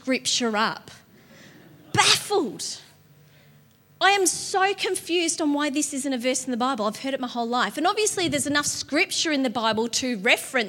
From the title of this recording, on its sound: LIVE at Echo Church